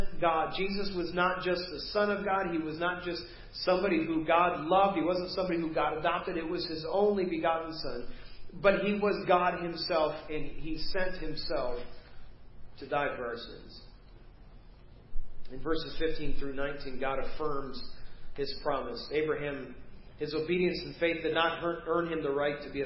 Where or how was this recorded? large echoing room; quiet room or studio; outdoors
large echoing room